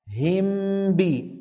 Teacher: الشفتان انطبقتا طبقة واحدة على ميم وعلى باء · Term: الإخفاء